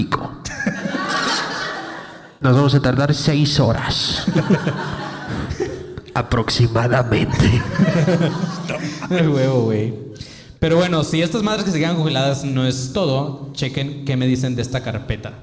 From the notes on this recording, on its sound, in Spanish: La Matrix y cómo salir de ella (En Vivo Guadalajara). Show en vivo en Guadalajara.